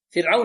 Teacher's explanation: الراء ساكن وقبلها المكسور ترقق · Term: الترقيق